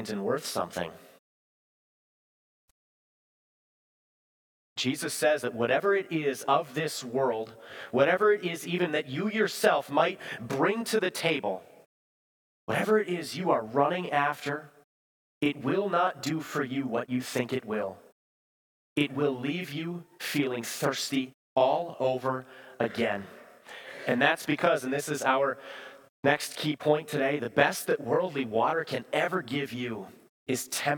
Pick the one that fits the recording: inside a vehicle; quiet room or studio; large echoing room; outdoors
large echoing room